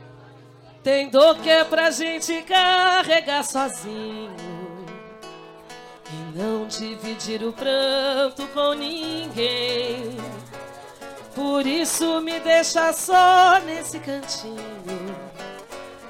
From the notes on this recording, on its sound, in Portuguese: Foi gravado ao vivo pela Rádio Mixtura dentro da Tenda dos Povos, evento que interagiu juntamente com o Festival Percurso.